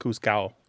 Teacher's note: in some Spanish dialects, like you said, the D is not pronounced, so it sounds like juzgado.